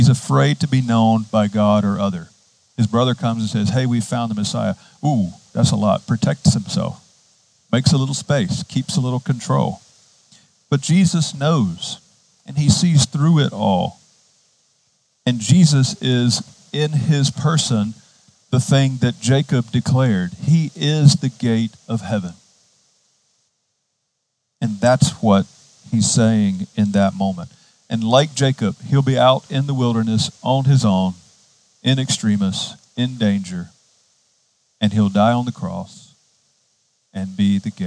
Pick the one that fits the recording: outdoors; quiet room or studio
outdoors